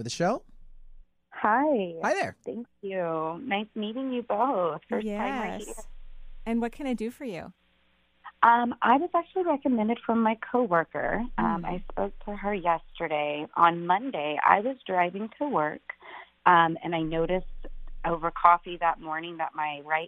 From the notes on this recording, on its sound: we're doing a live call-in show today!